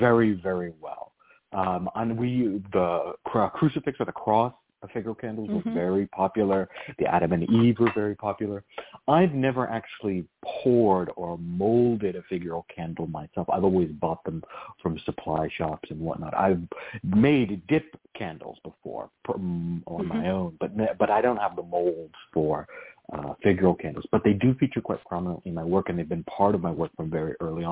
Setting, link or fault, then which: link, phone line